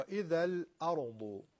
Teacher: حرف را ساکن ما قبل مفتوح درشت میشه